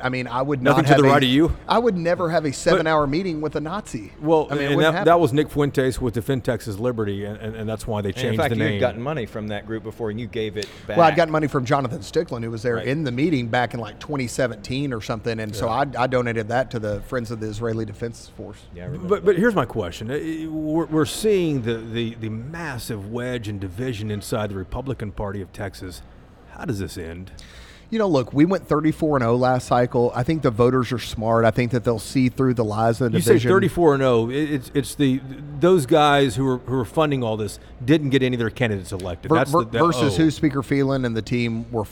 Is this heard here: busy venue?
yes